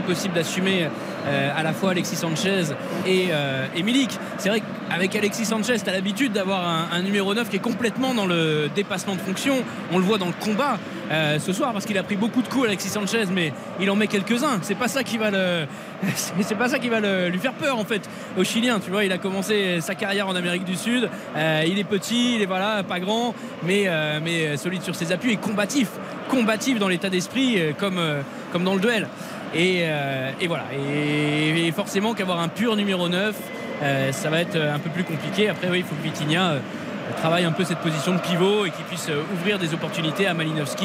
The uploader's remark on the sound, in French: en direct du stade Vélodrome